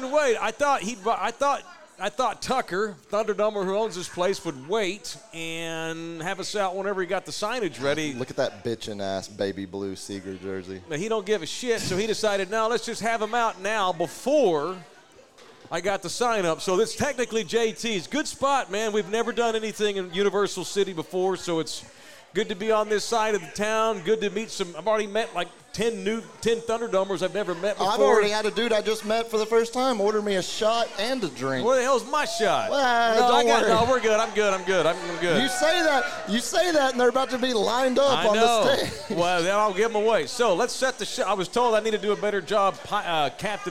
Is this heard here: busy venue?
yes